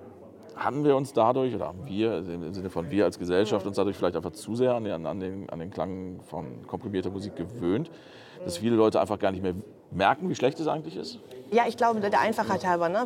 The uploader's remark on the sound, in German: Wurde am Rande der High End 2023 aufgezeichnet. Deshalb ist die Qualität der Aufnahme nicht ganz so gut, wie sonst im HIFI.DE Podcast-Studio.